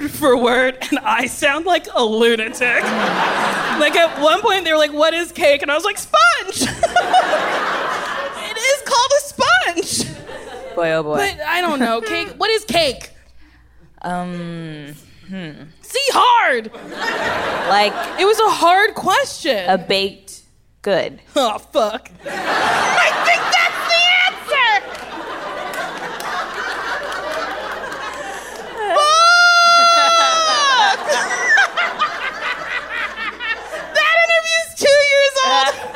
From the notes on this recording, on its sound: Recorded live at the Largo at the Coronet.